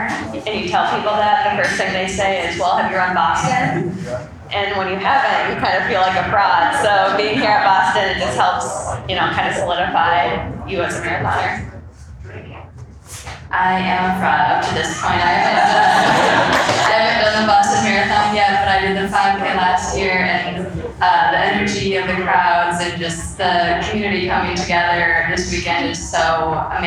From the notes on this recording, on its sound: Live at the Boston Marathon. This episode is a live recording of the Puma Professional Athlete Panel recorded ahead of the 2023 Boston Marathon.